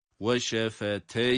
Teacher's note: yine ya'nın cezimi üzerinde uzatmayı yapıyoruz